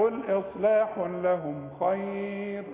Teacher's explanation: وكلمة خير الراء مفتوحة والراء مفخمة إذا كانت مفتوحة أو مضمومة